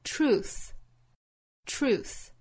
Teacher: 它是轻辅音，所以发的时候我们注意有气流通过，在舌面和齿之间有气流通过